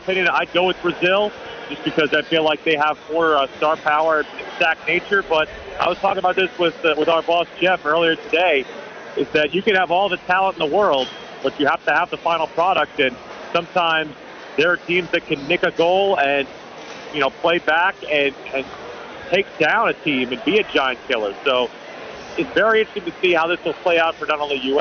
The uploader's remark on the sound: Joins live from the Charlotte FC watch party ahead of the U.S.'s World Cup match.